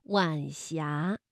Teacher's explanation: 晚霞是晚和阳平字相连，声调呢读二一调